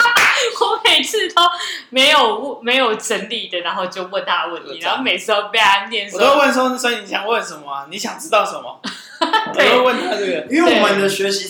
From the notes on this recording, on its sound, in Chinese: 錄音地點｜ 藍色咖啡館 108台北市萬華區大理街131號。